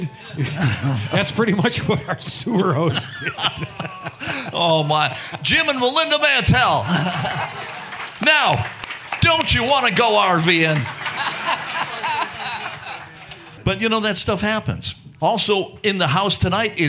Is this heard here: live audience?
yes